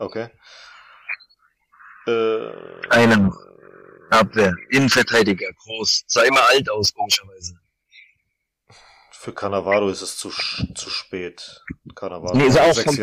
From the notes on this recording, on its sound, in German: Vorab sorry für die leichte bescheidene Tonqualität.